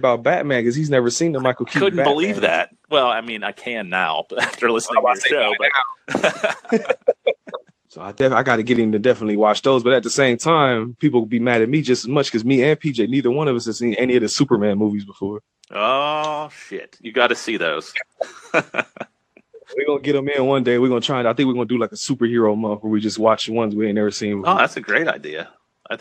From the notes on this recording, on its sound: We found out about a new app that can record multiple people at once over the phone.